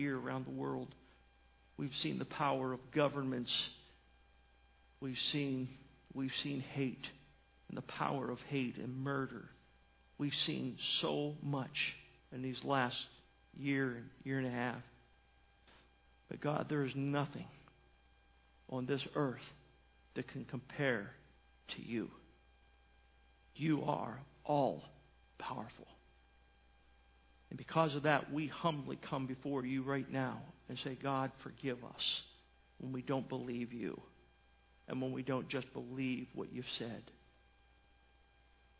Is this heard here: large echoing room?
yes